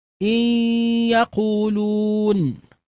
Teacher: النون أدغمت في الياء فأصبح الحرفان ياء واحدة مشددة لكنها مع الغنة. نلاحظ وجود الصوت الذي يخرج من الخيشوم مع النطق بالياء.